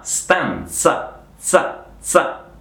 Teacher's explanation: E attenzione a questa Z, è una Z sorda, sempre quella di pizza, quindi non stanza, ma stanza, za, za, come se fosse TZ, za una stanza, una stanza.